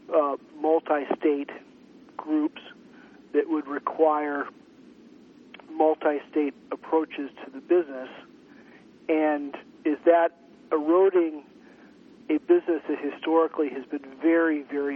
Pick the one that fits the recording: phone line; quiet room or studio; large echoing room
phone line